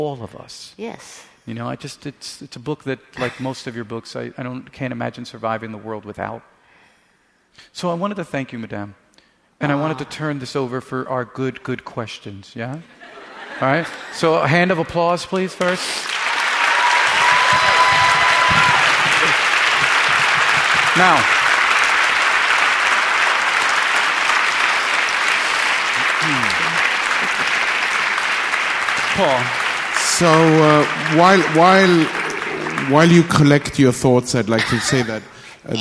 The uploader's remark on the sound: LIVE from the NYPL. LIVE closes the Fall 2013 season with a conversation.